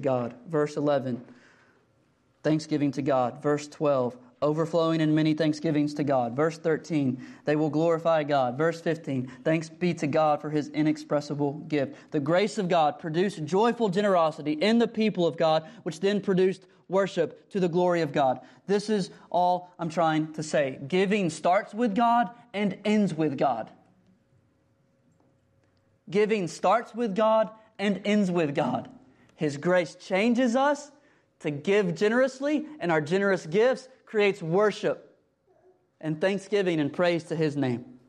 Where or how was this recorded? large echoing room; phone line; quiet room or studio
large echoing room